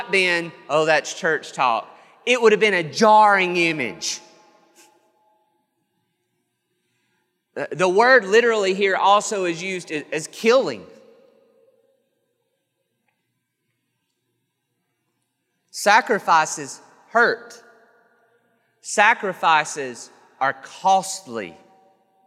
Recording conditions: large echoing room